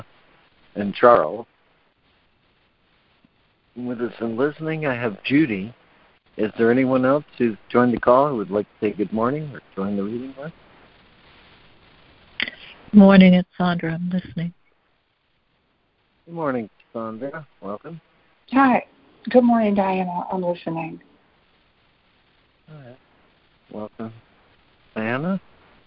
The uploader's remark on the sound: ACIM Daily Conference Call